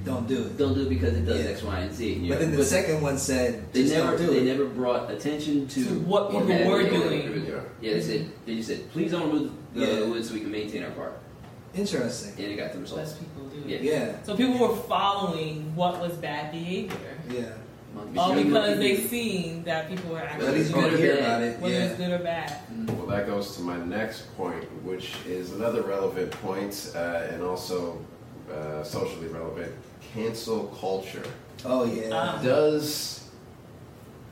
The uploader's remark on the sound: Disclaimer: We had some technical difficulty with the audio during the production of this podcast. Our apologies for the audio quality in this particular podcast episode.